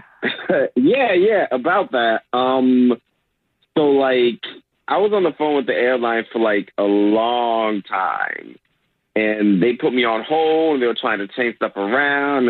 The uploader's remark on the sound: It’s an emergency Awkward Tuesday Phone Call!